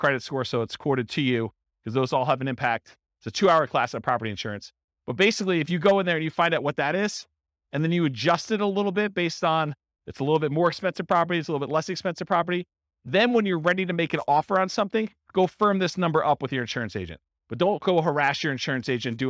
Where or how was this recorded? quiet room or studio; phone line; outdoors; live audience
live audience